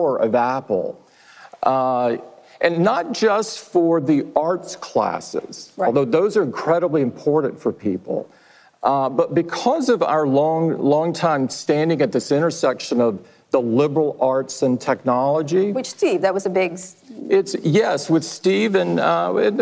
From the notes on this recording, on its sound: The interview was held in front of a live audience the day after Apple's education-focused event in Chicago.